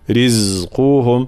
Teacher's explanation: حرف الزاي في صفة الجهر خاصة، لماذا صفة الجهر؟ لكي لا يصير مخلوطا أو شبيها بحرف السين